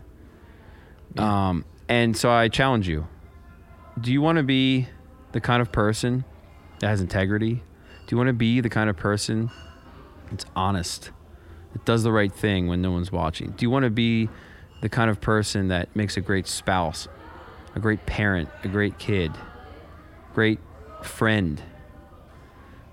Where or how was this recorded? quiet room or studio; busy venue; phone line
busy venue